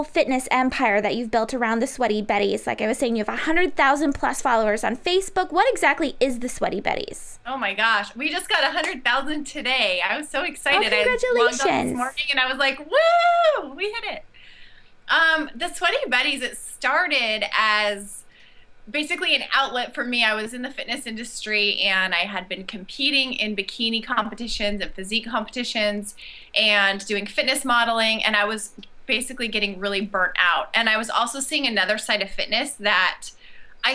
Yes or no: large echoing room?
no